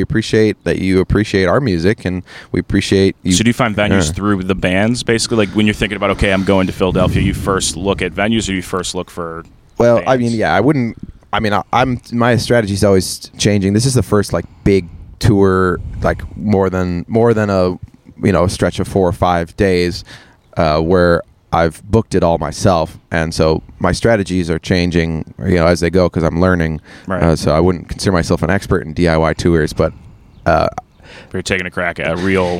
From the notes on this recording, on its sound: Recorded on my deck.